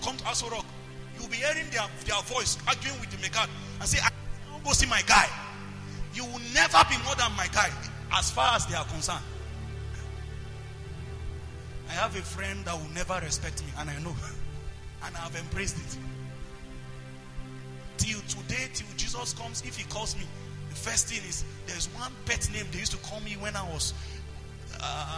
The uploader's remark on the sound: preached at the Potter's Treasure Church, Kaduna.